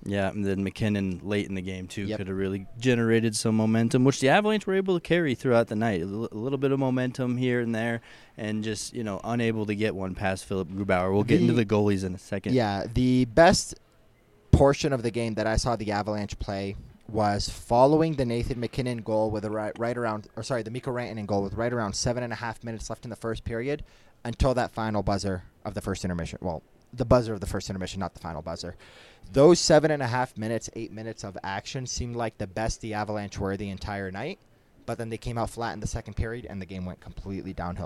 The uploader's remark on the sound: live from Ball Arena